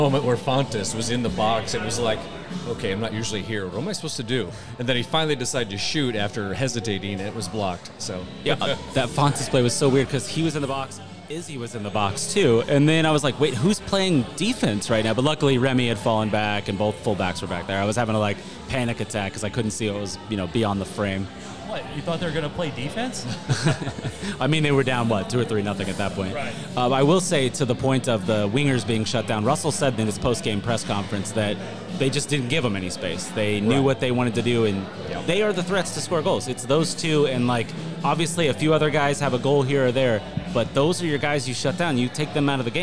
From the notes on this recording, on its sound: We recorded the show just after the final whistle on Saturday from our very first Watch Party at Strange Days Brewing